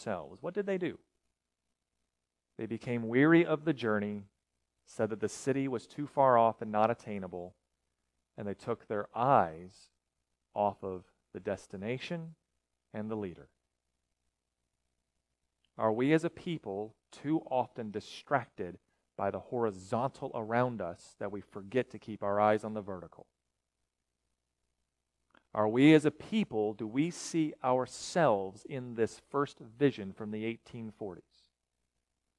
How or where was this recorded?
large echoing room